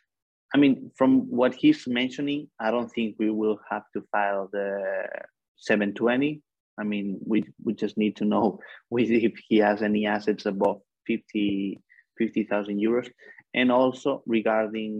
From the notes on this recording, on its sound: For those joining us on Zoom